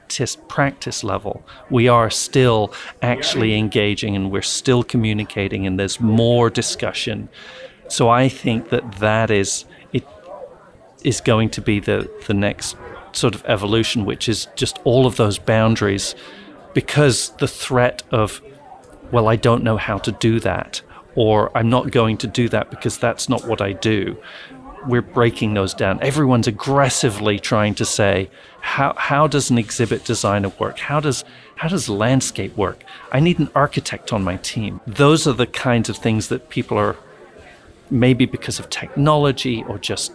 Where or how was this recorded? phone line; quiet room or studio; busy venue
busy venue